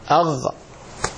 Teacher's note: والغين من أدنى الحلق